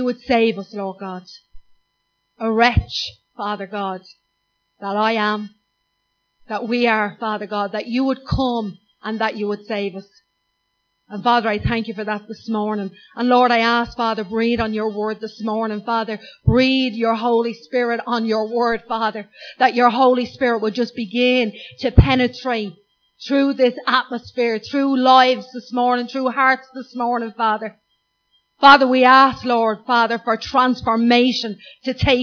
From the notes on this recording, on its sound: Recorded live at Liberty Church on 24th Feb 2019